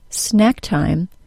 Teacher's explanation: I make it small by not aspirating it very much. That is, the puff of air that leaves the mouth at the end of the K sound should be minimal · For the K sound, at the end of the word snack, the back of the tongue is high and the tip is low. Then, for the T sound at the beginning of the word time, the back of the tongue drops as the front of the tongue lifts.